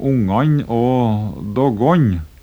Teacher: det er at det er palatalisering i siste staving, altså det heter ungan og ikke ungan, for det kan det også hete i Trøndelag.